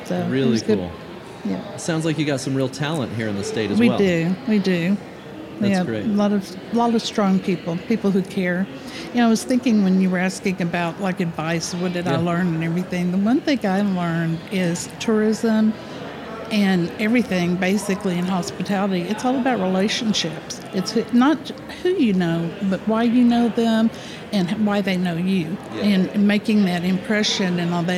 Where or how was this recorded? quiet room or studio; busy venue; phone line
busy venue